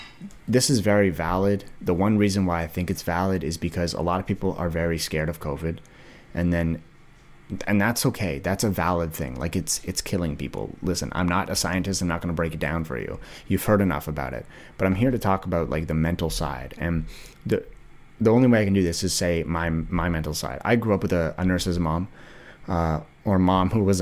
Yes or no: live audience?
no